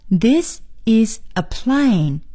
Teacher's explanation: 我们用的是降调，这是因为呢，这是一个陈述句，一般在陈述句里呢，我们应该用降调。那么在 Is this a table?我们用的是升调。